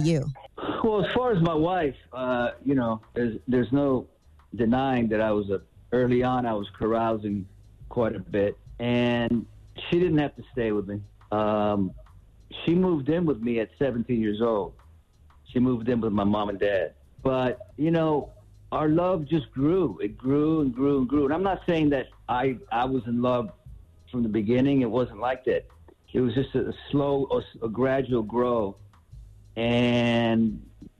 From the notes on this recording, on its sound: called